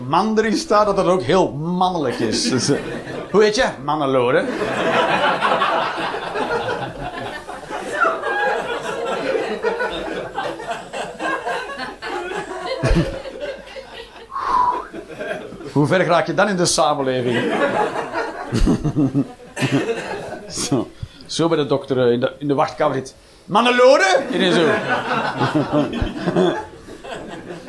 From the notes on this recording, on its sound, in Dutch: Live 21 Juni 2023, The Joker, Antwerpen.